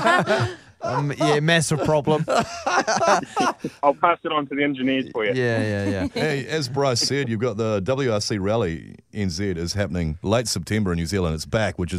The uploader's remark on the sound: We are joined on the phone